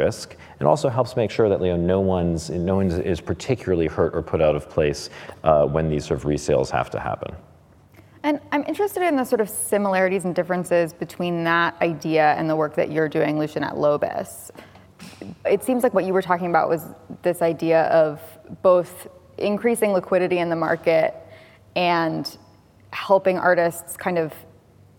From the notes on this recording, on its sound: we gathered together an expert panel at Cromwell Place in London during Frieze